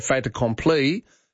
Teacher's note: If you say fait accompli, you do pronounce it because the consonant links onto the vowel at the start of the next word